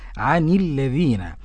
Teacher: الذين اللام شمسية مضغمة لازمة والذال مد طبيعي والذال من طرف اللسان